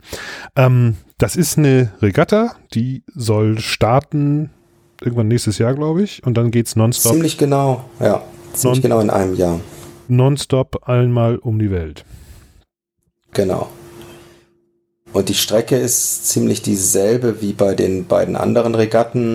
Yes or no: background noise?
no